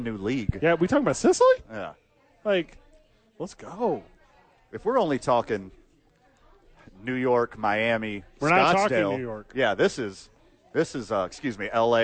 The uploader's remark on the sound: live at Howies!